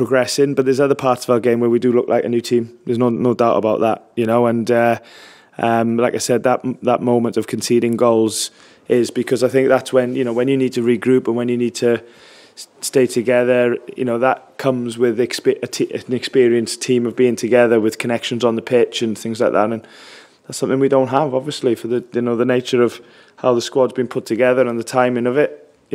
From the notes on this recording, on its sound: Post Match Press Conference.